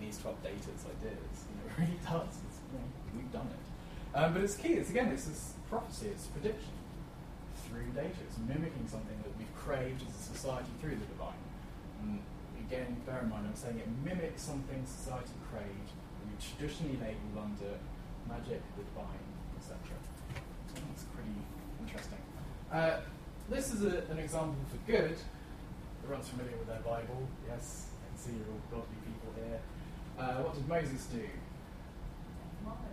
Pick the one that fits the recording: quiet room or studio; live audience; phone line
live audience